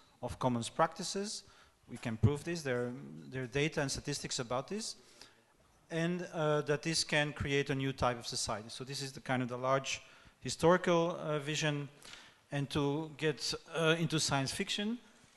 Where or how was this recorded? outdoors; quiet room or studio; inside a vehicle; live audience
live audience